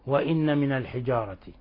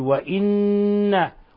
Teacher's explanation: ثم جاء بعدنا حرف غنة مشدد وهو لفظ وإن، وإن لاحظوا حرف غن مشدد يغن مقدار حركتين، يعني بنضغط على النون ضغطا شديدا مقدار حركتين مع خروج غن من الخشوم، ولا نقرأها مخففة هكذا وإن من الحجارة، لا بل نقول وإن، ونلصق طرف اللسان في أصول الثنايا العليا حتى يتحقق الإضغام وتتحقق الغنة · Shown in: second take